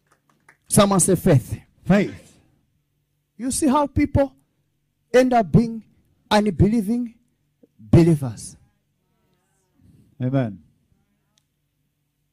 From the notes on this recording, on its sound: This teaching was extracted from our Live Church Service on the Sunday of Miracles. Streams International is a Prophetic Church.